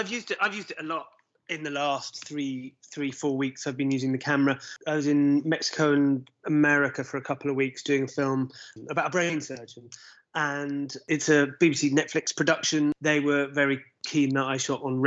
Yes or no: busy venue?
no